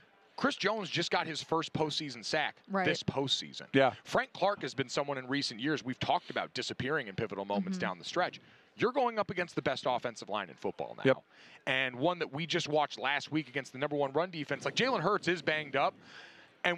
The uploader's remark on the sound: from Radio Row in Arizona